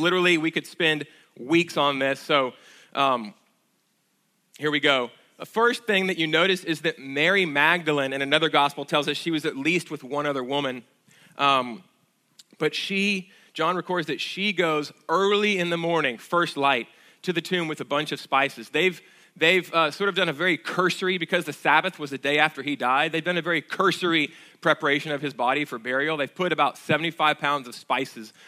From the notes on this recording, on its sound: at Sojourn Galleria Church on Easter Sunday, April 21, 2019.